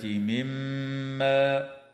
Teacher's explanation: الميم المشددة في كلمة مما حكمها الغنة بمقدار حركتين